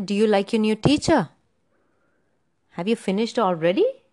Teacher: the yes or no question is indicated by that rise in your voice. Because there is no WH word there. · Term: rising intonation